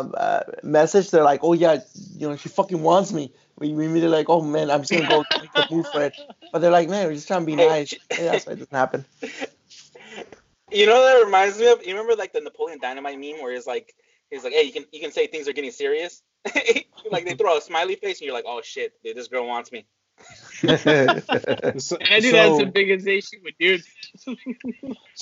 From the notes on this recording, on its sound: This was a Skype recording as we practice social distancing!